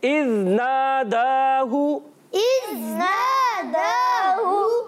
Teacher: اب پیارے بچوں، نون الف زبر نا اور دال الف زبر دال کھڑا زبر دا، دونوں کی مقدار جو رہے گی وہ ایک ایک الف برابر رہے گی، یعنی کم زیادہ ہم نے نہیں کرنا. اور ہا پر پیش آنے کی وجہ سے صرف اس کو ایک الف نہیں کھینچیں گے، اس کو صرف حرکت کی مقدار کھینچیں گے